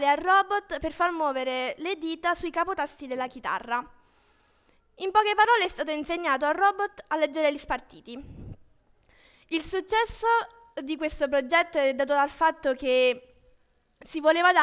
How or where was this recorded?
live audience